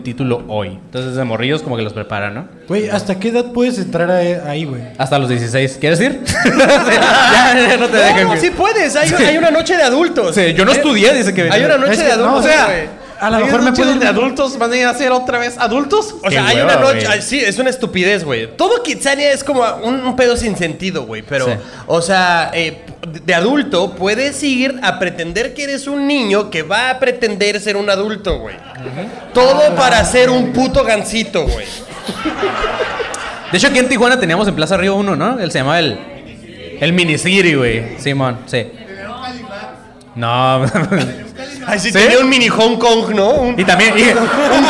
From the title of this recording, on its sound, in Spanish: En Vivo Tijuana